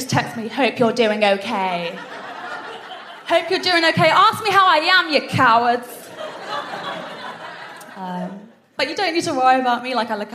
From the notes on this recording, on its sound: FOC IT UP Comedy Club. Recorded 7 August 2022 at 21Soho in London.